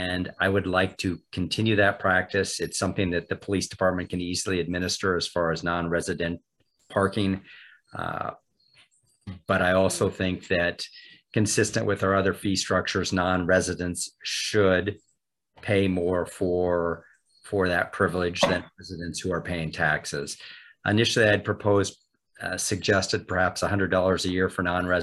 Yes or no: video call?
yes